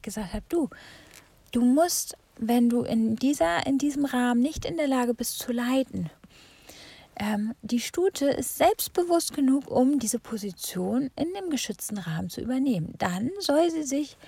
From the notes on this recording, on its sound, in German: Diese Folge wurde im Auto aufgezeichnet und kann deshalb etwas schlechter in der Qualität sein.